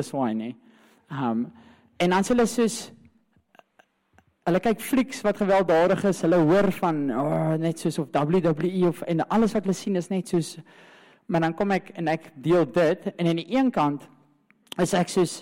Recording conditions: large echoing room